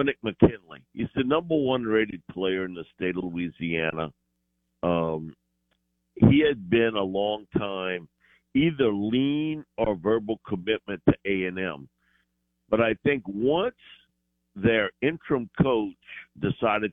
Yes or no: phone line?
yes